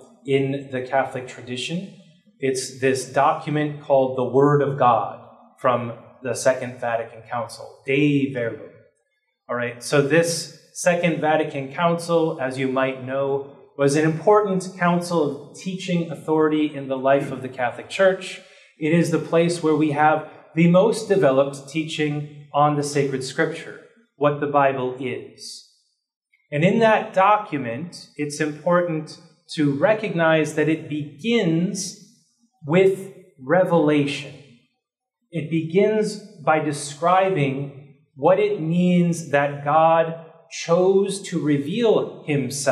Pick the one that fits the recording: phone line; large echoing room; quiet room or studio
large echoing room